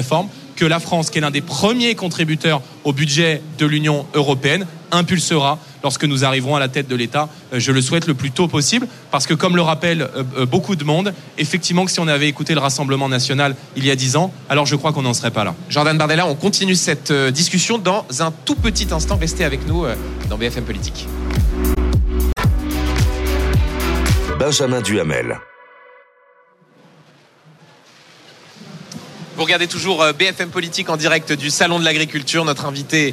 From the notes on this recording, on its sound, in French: en direct et en public